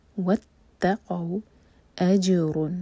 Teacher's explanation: جم پر سکون تو جم کو ہم باؤنس کریں گے، قلقلہ کیا جائے گا. اور را پر دومہ کی تنوین جو ہے یہاں پر ہم اظہار کریں گے، یعنی کہ نون کے ساؤنڈ کو کلیئر پڑھیں گے.